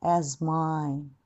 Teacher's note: それで、as mine は、アップルの音、as。で、ズはベロをつかない